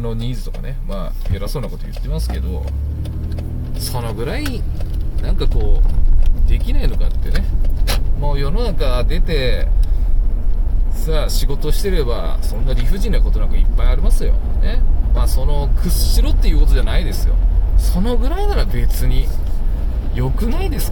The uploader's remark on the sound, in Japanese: 運転中。夜の車の中でなんかちょっとアツくなっちゃいました。